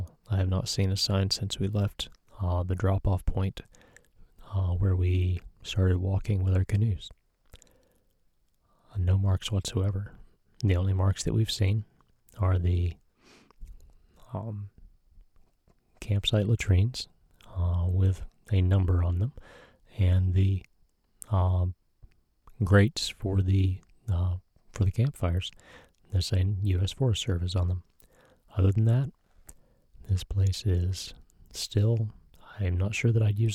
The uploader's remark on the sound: ROR From The Boundary Waters. While there, I pulled out the recorder and described my trip. Here it is, no processing, just a few edits for misspoken words. In the quiet spots, listen for the stillness around me.